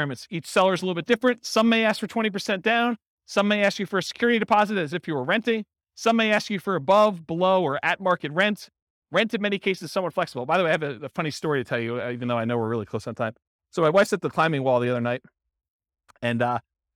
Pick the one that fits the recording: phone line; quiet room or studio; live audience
live audience